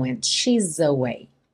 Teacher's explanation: She's a. Esse S vira um Z para conectar no próximo A.